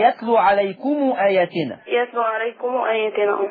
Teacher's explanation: الميم بتاعت عليكم ورش بيعمل لها صلة الميم عليكم.